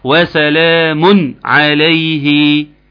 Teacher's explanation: نون واضحة تماما حقيقية كاملة مظهرة · Term: اظهار